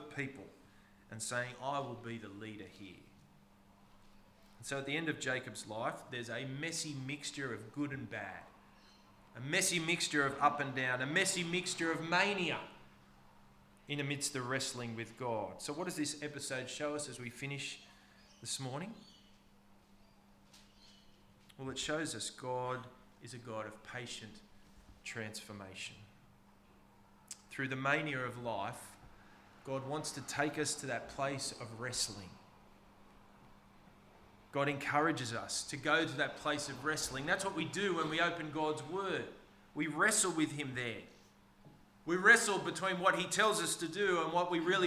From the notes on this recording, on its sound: This sermon was preached on the 26th of March 2023 at all services of Helensburgh and Stanwell Park Anglican Church.